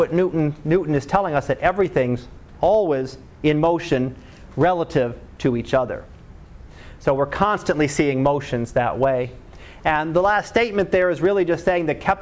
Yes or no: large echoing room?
yes